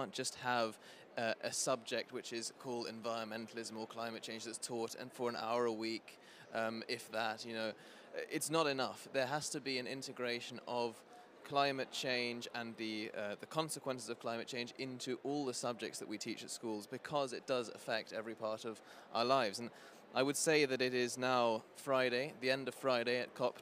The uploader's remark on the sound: Earth Day Live From COP26